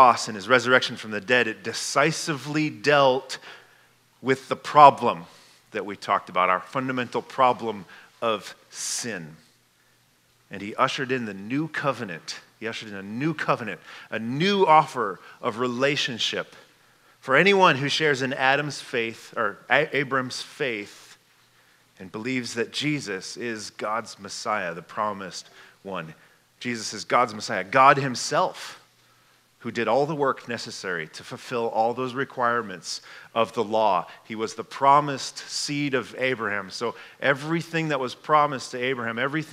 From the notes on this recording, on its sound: This message was given at Fall Conference 2022.